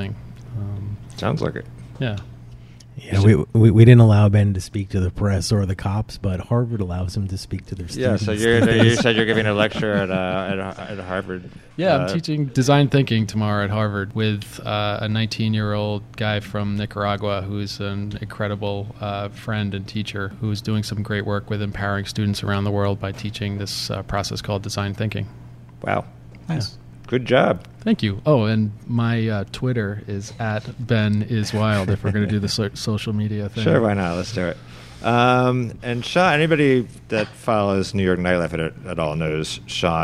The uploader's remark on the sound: THE HALCYON ARCHIVES 20th Anniversary Panel. Recorded at the new Halcyon location at 53 Broadway in Williamsburg.